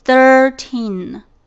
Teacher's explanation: third 呢要咬一点舌尖